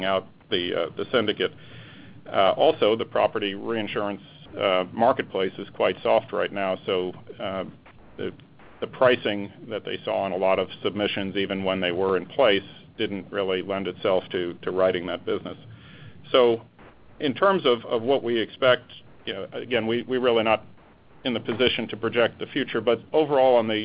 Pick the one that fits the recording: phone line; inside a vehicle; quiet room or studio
phone line